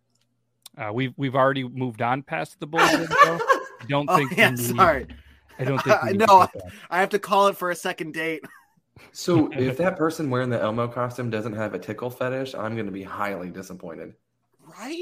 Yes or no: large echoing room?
no